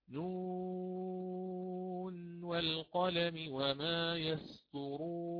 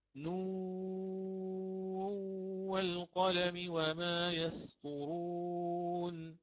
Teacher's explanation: عندي النون الساكنة وبعدها حرف الواو، وبعدها حرف الواو، فكان إدغاما بغنة · Shown in: second take